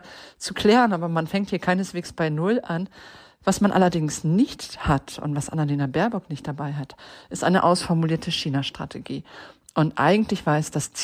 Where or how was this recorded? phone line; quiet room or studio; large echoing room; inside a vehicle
quiet room or studio